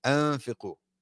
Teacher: It's called ikhfa, where the noon sakina, the noon that has a sukun on it, disappears basically into your nose.